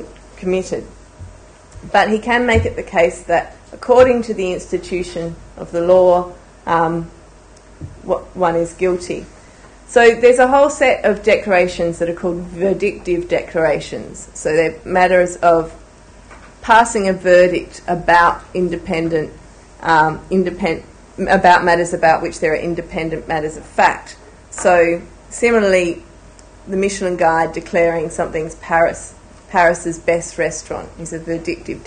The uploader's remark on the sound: A public lecture held on 26 January 2011.